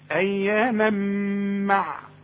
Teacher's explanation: التنوين اللي بعده ميم إدغام بغنة. اقفل شفايفك هنا